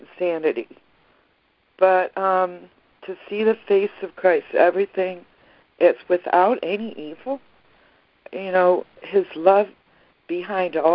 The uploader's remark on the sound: ACIM Daily Conference Call